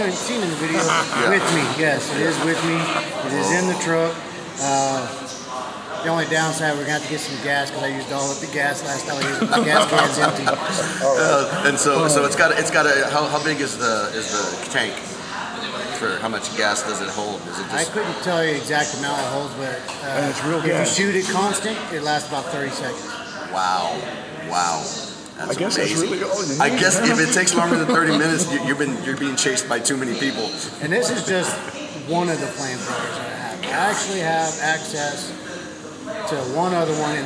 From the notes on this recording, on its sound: The Virtual Cast comes to you Live & on location from The Dog Haus